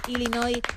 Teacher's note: sin pronunciar la S final